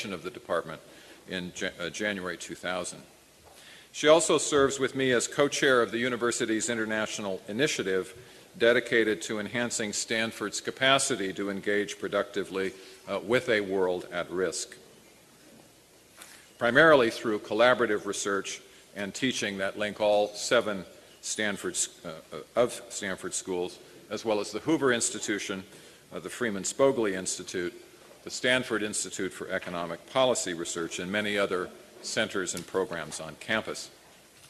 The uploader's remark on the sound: Freeman Spogli Institute's 2006 International Conference first plenary panel